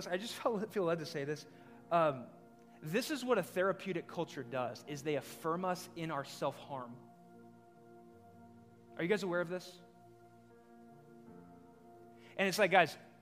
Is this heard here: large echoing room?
yes